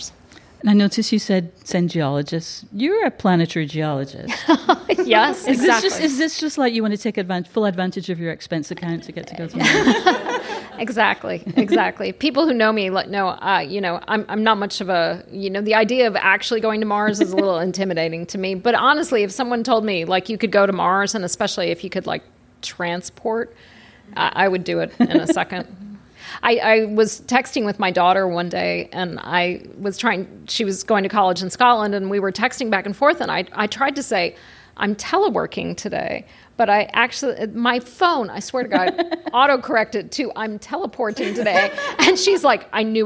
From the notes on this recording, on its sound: Record live from The Hamilton.